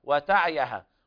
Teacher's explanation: تذكرة وتعيها، هذا حرف إدغام بغنة ناقص لقوع الواو بعد التنوين. وتعيها، وهنا لابد من بيان كسر العين لأن عامة الناس يقرؤون بإسكانها، وتعيها، وهذا لحن جلي لأنه غير الحركة وأيضا يغير المعنى.